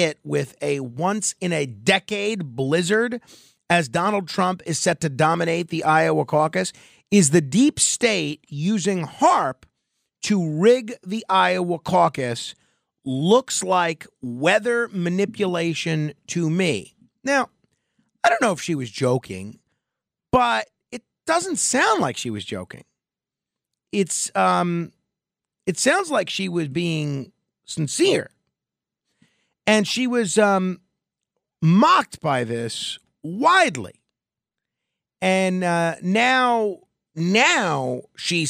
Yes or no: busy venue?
no